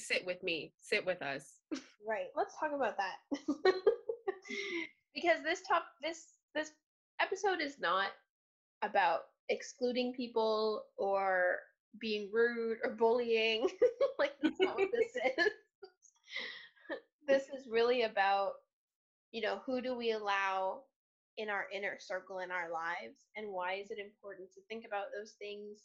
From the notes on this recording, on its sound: Zoom audio is a little rough in the beginning.